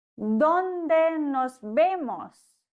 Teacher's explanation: Denk auch an das V, das wie ein B ausgesprochen wird.